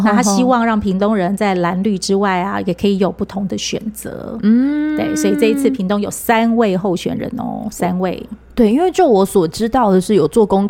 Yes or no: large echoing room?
no